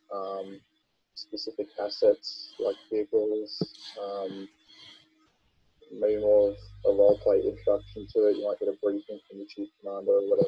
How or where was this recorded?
video call